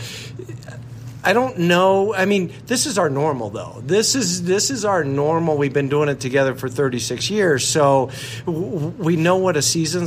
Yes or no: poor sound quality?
no